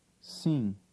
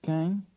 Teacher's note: The final M is silent, but signals a nasal sound.